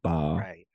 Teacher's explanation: you can feel the vibration on the lips with the voicing · with ba, your vocal cords are vibrating. You're making the vowel sound at around the same time that you're releasing your lips apart to make the b sound.